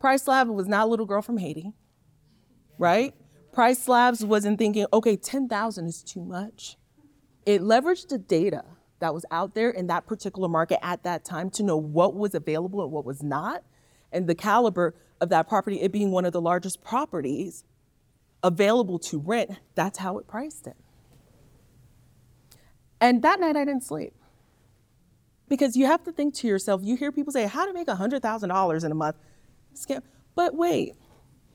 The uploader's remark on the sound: Step into the heart of the Midterm Rental Wealth Retreat. Taking you back to the live event. Share in the audience’s journeys with the introductory goal-voicing exercise.